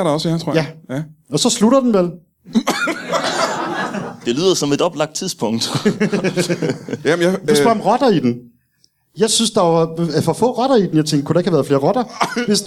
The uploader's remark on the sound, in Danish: LIVE fra Zulu Comedy Festival